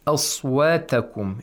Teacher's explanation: we pronounce the fatha with tarqiq. Thinness. And the sod with tafkhim or thickness.